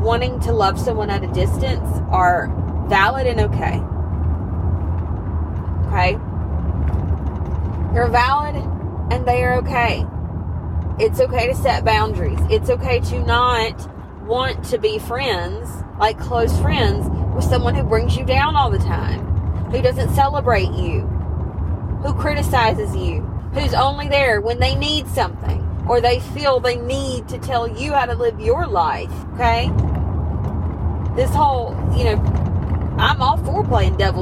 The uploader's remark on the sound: I want to apologize in advance for the not-ideal listener experience. I recorded this episode in my car while I was on the go & apparently the roads were rough that day.